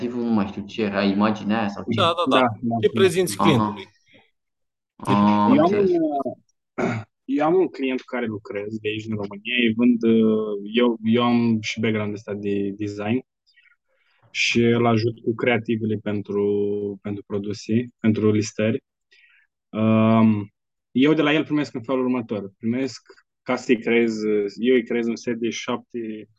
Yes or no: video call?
yes